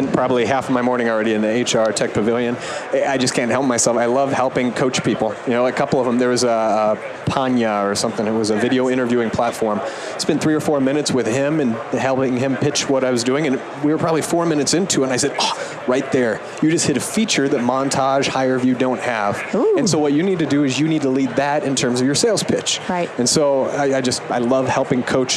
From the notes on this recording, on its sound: LIVE from Las Vegas, at #HRTechConf